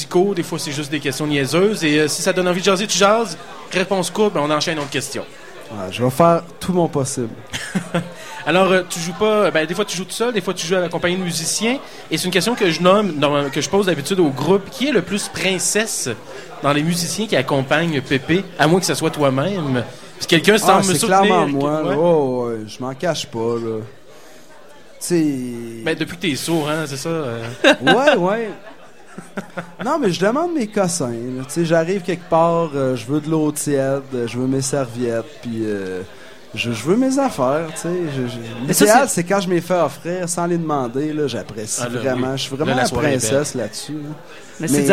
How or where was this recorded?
busy venue